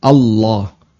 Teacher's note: Dan Allah, kalau pakai standar tajwid, berarti dia dibaca tafkhim, Allah. Yang kedua, panjangnya dua harokat, Allah, dua harokat.